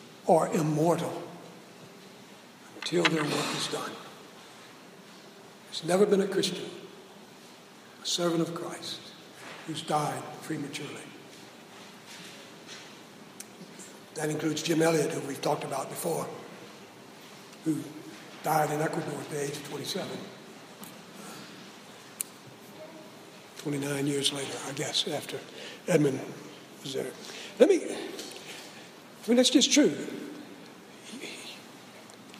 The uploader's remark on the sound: Preached at SBRPC on 2/14/16